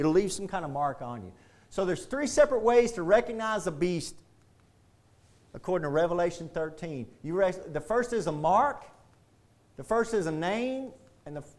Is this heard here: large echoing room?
yes